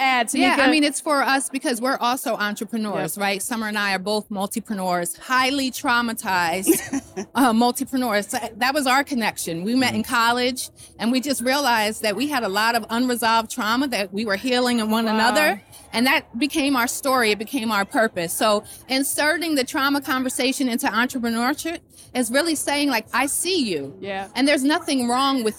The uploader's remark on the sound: LIVE at FutureLAND. We Went LIVE at the FutureLAND Conference 2023.